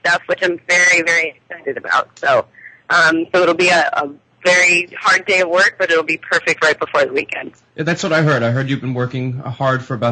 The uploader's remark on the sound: some of the winners call